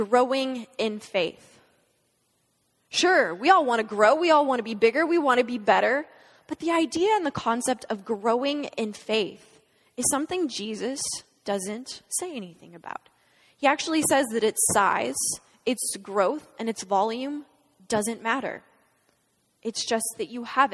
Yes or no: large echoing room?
yes